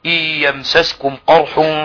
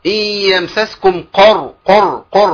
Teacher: لا نوصل الفتحه الى الضم بسبب التفخيم المبالغ فيه · Shown in: first take · Term: بفتح القاف